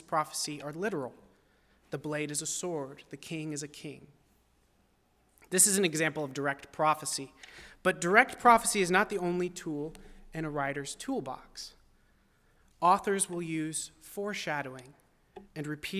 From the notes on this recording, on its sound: at First Baptist Church in Delphi, Indiana.